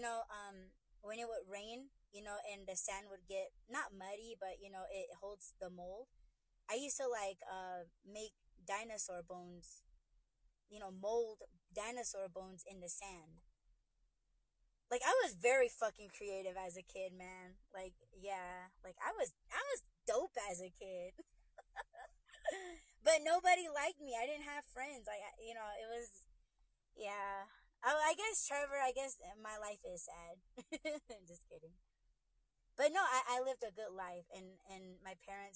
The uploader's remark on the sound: In My Whip. In this podcast, I'm livestreaming using my phone for the first time. It was hard figuring out when listeners are having a hard time hearing you.